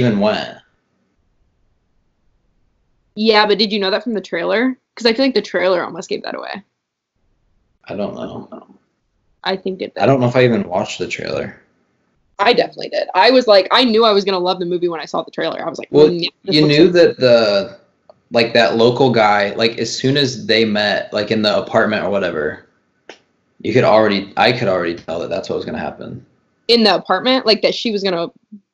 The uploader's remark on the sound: Skype Session